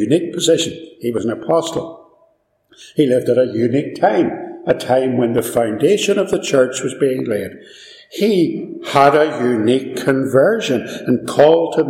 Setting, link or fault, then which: fault, echo